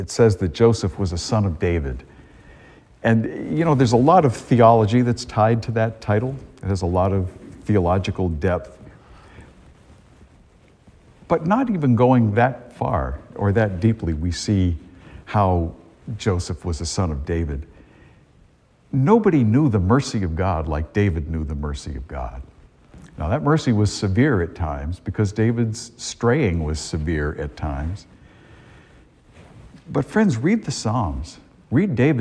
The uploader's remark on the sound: A homily delivered at Star of the Sea church in Salisbury, Massachusetts, on Christmas morning, 2022.